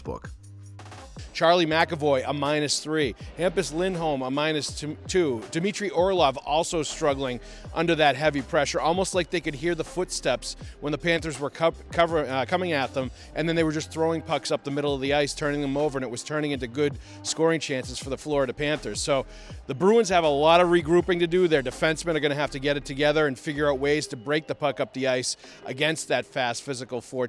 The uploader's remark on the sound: BOSTON. Reports LIVE from TD Garden.